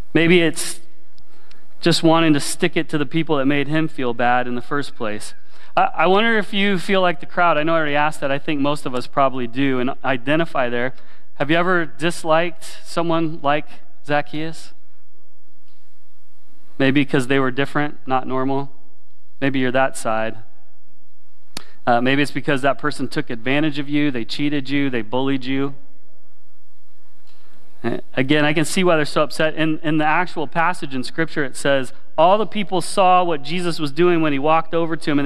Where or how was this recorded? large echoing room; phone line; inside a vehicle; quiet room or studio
large echoing room